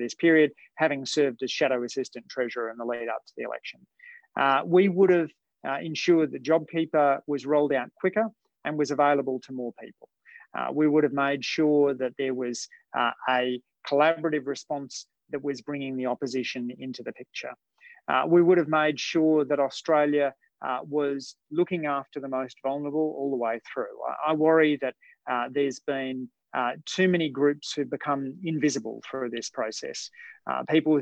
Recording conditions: video call